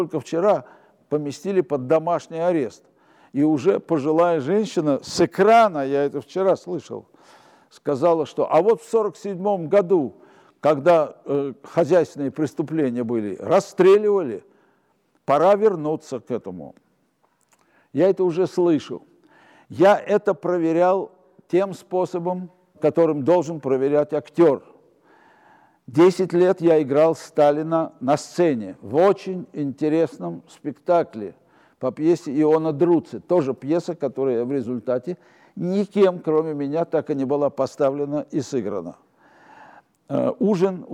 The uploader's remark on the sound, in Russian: Встреча легендарного актёра и режиссёра со зрителями в театральном клубе «Антракт».